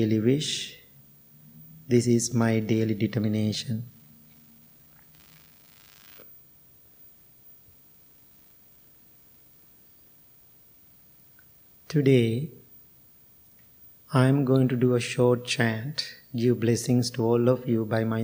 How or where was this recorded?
large echoing room